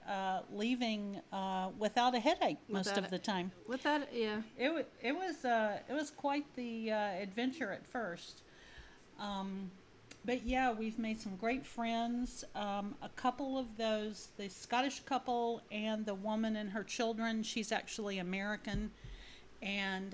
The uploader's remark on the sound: The sound on the podcast may be a little low. This is our very first podcast so we have a few kinks to work out.